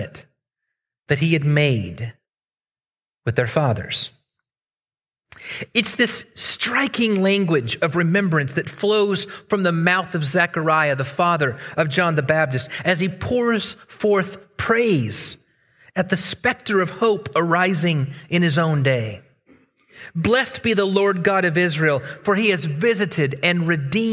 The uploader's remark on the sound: Originally preached at the West Side Church of Christ (Searcy, AR)